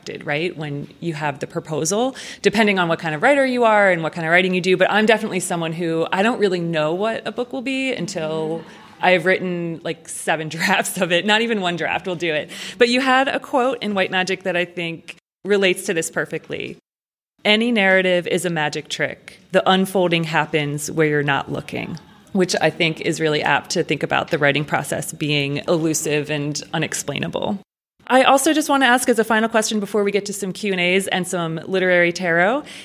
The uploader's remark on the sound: This episode was recorded before a live audience. At Cleveland Public Library as part of Literary Cleveland’s Inkubator writing conference.